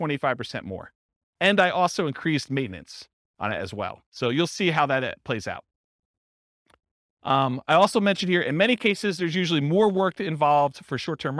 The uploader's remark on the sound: This was a live class recorded